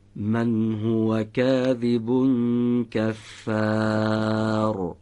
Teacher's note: کاذب هم که باید زال نوک زبانی تلفظ بشه